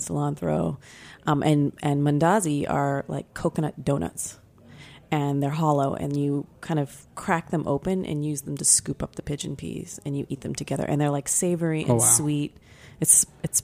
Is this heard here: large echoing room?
no